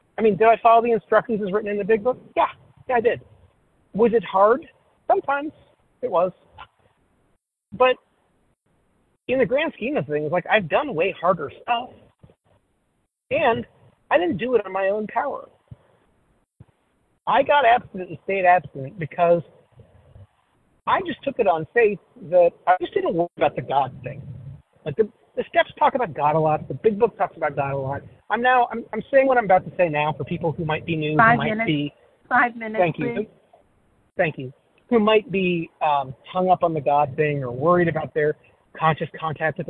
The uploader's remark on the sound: 100 Pounders Phone Meeting, 2/8/23.